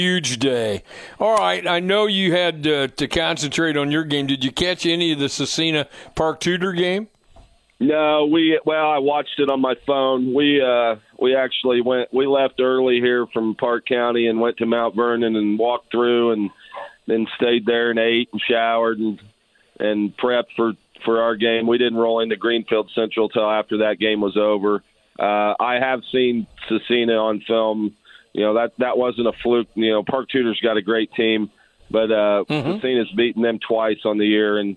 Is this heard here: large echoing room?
no